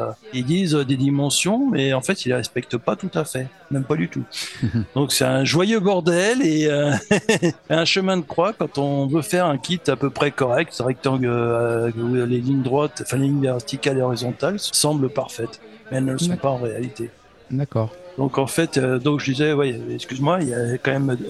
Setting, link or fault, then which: setting, busy venue